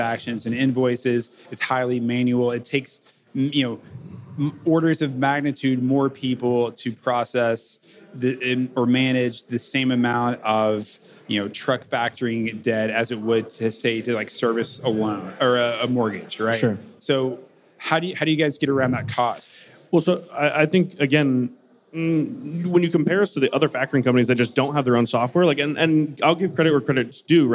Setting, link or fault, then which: setting, busy venue